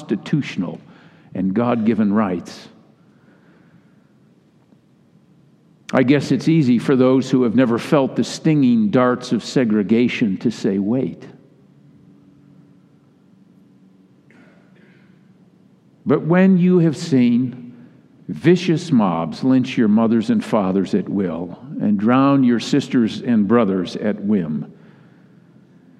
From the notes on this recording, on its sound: delivered in all three Sunday services.